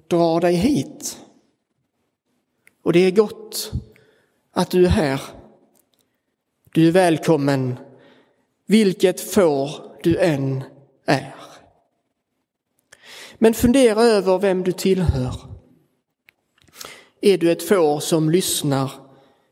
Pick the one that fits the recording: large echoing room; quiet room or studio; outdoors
large echoing room